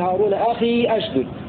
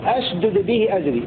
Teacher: بهمزة قطع مفتوح ثابتة في الحالتين وصلا وابتداء